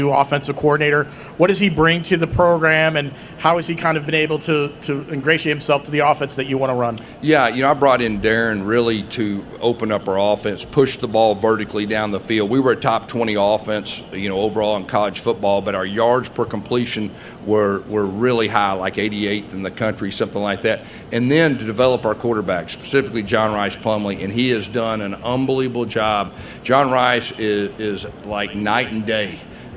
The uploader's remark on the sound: press conference at Big 12 Football Media Days